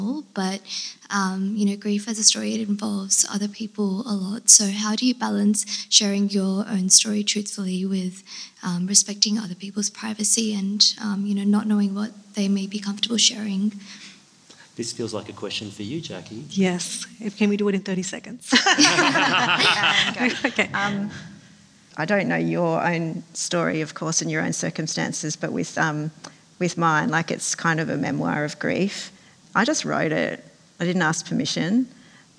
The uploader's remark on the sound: Sydney Writers' Festival panel. Listen to an exclusive stream of our memoir panel from Sydney Writers' Festival.